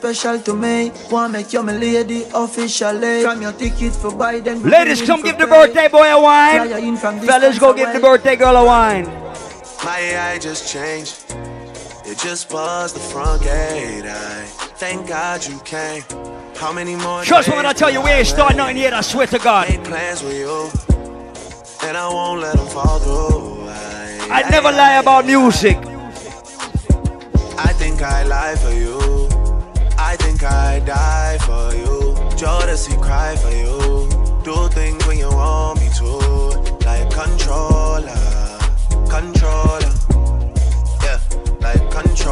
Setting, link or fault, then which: setting, busy venue